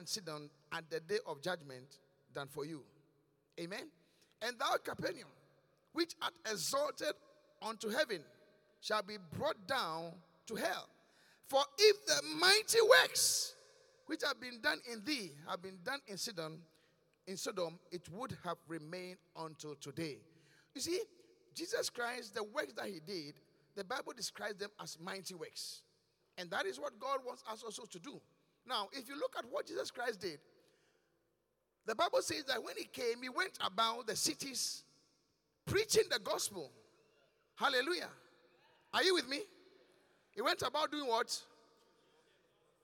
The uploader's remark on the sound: Preached at The Qodesh